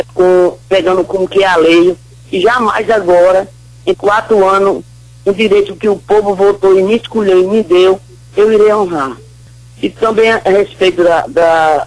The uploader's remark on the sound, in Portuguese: Participa por telefone na Mais FM. Pela Rádio MAIS FM 100.1.